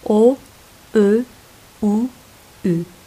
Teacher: Dudaklar yuvarlakken çıkan seslerdir. Gerçekten bu sesleri çıkarırken dudaklar yuvarlaklaşır.